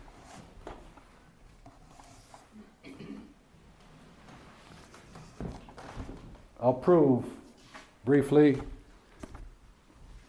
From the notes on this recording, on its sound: This speech was given at the 2022 British Reformed Fellowship Conference, hosted in Northern Ireland.